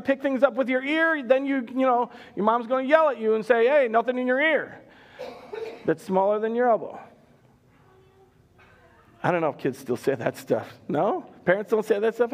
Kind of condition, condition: setting, large echoing room